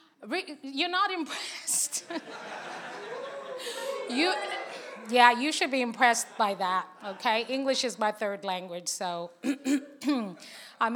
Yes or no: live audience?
yes